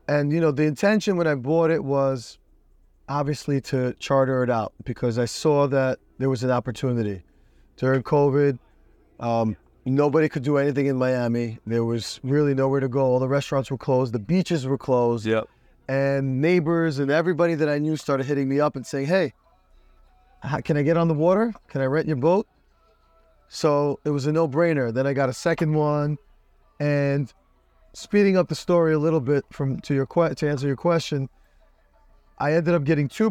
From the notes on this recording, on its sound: Record this podcast on his yacht. Based in Miami FL.